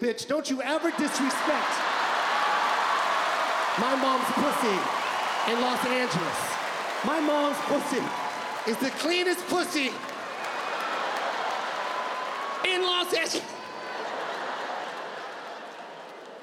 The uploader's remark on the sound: His Netflix special, "Live at the LA Forum".